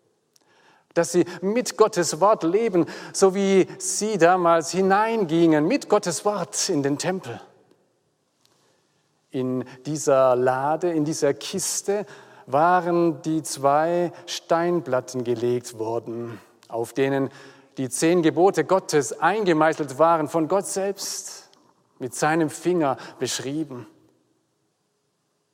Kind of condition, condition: setting, large echoing room